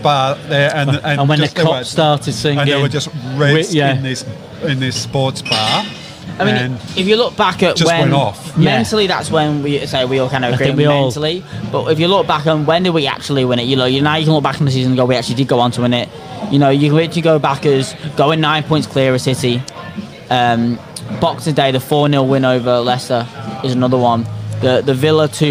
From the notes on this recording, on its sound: Podcast in a Pub. This is an experimental live stream Podcast, the Audio will be published as a Podcast afterwards.